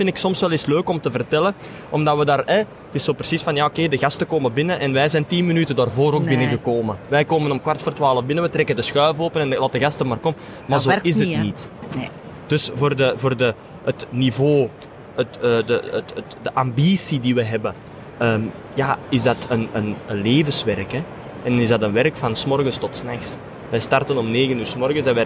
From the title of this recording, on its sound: Horeca Expo Live